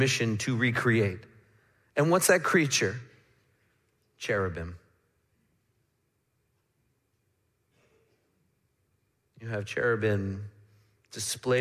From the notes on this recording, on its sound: Midland Evangelical Free Church Sermon Audio